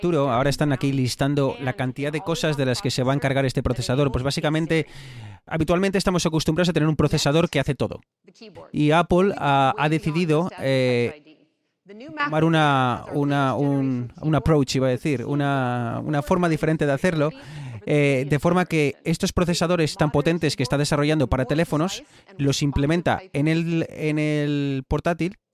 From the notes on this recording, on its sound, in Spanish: Hoy nos hemos animado a cubrir en directo la última presentación de Apple desde la Brooklyn Academy of Music de NY.